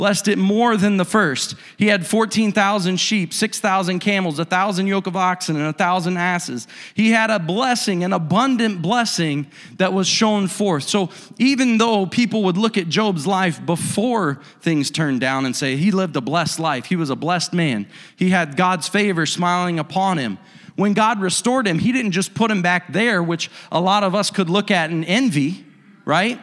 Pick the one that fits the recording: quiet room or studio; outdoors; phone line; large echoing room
large echoing room